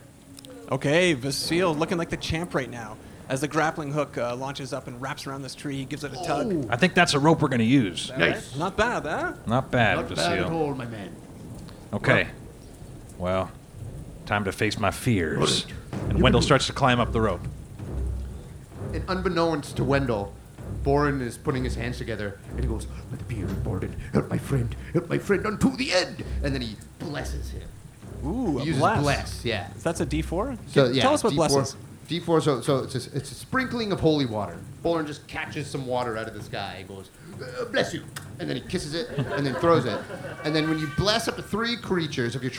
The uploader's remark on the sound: Dwarven Moss recorded a very special “LIVE” episode at Comicon Toronto